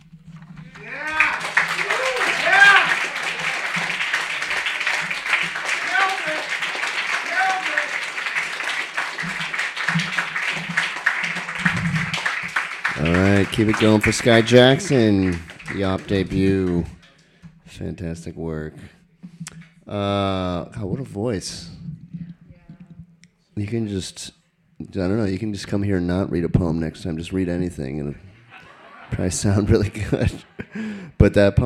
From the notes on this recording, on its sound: Brooklyn Poets Yawp open mic